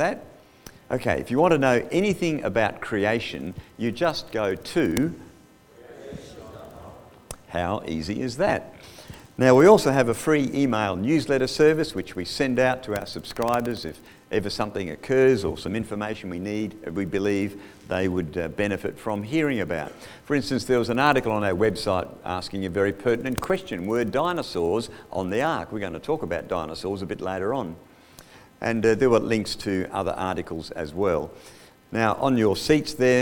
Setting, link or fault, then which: setting, live audience